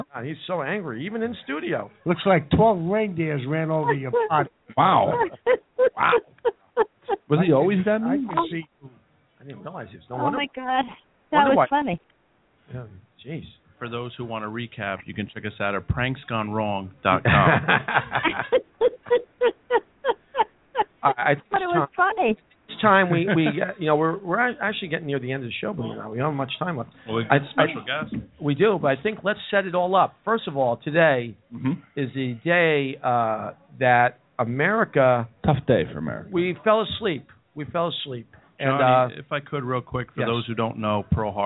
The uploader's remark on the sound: Live from the Oak Barrel in West Orange, NJ